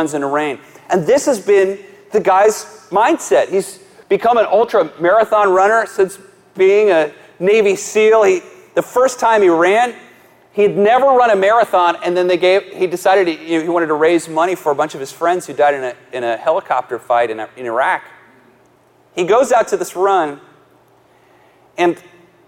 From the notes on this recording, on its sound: live message from the Kingdom Men's Gathering